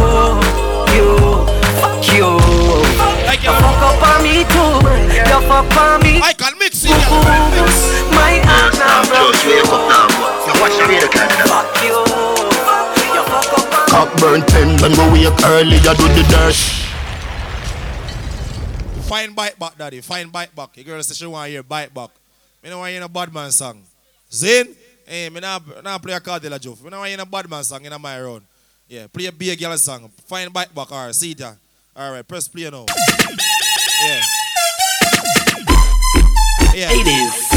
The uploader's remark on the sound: LIVE AT (MODELS&BOTTLES)